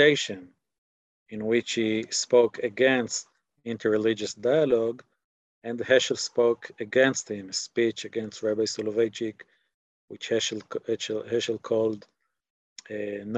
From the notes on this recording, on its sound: This audio was originally captured from Zoom